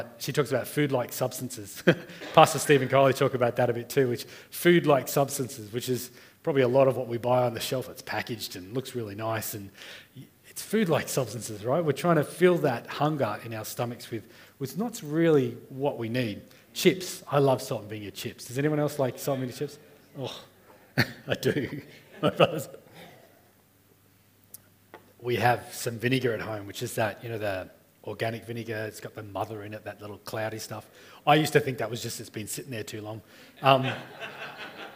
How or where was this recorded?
live audience